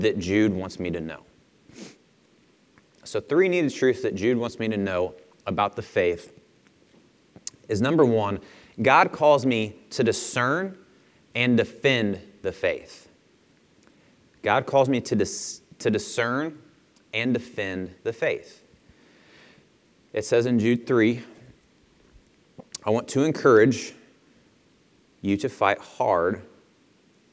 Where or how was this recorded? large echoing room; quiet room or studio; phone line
large echoing room